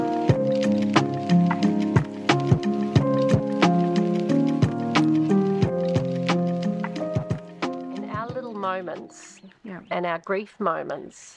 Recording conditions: outdoors